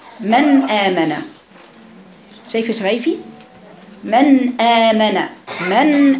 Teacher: أقف على النون من غير ما اديها إيه زمن أطول من اللازم · Term: النون الساكنه